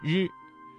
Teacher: 日的发音位置是舌头要稍微的卷起来靠近硬腭前部，发音要点大家要注意舌尖要卷起接近硬腭前部，但是不完全阻塞气流，要形成一种轻微的颤动。要注意的是不要把它的发音和英语当中的字母 R 相混淆